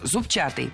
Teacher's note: Раньше нужно было ударять второй слог «зубчатый».